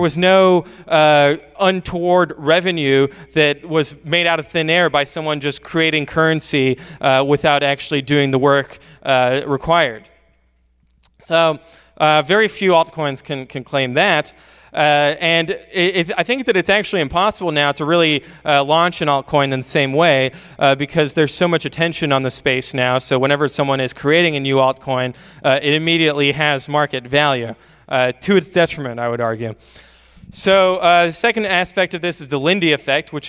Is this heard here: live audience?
yes